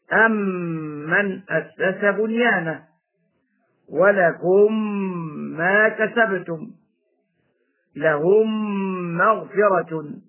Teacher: أدغمت الميم الساكنة بالميم الأخرى المتحركة وصارت ميما واحدة مشددة. ومعلوم أن الميم متى شددت وجبت الغنة فيها بمقدار حركتين، سواء كانت الميم أصلية أم كانت بسبب الإدغام، كما ننطق بالميم الأصلية وميم الجمع هكذا. · Term: إدغاما صغيرا